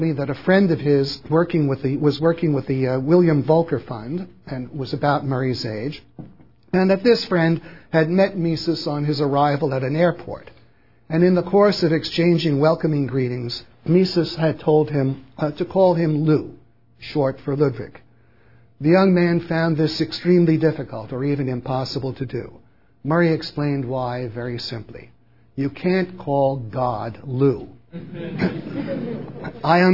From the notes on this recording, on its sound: Recorded at Mises University 2005 at the Mises Institute in Auburn, Alabama.